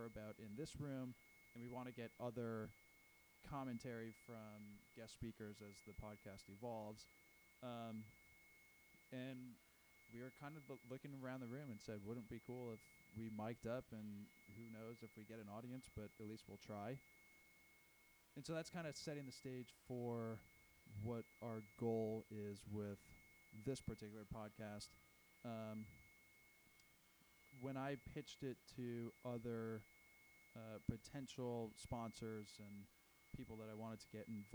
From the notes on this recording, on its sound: Please bear with us in the first 9:52 -- we recognize the sound quality is not great, but we figured everything out going forward!